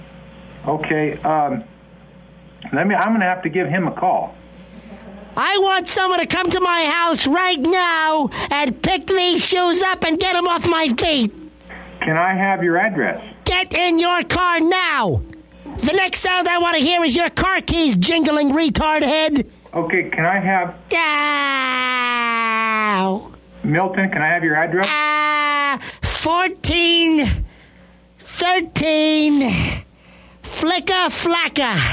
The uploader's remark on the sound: Prank Phone Calls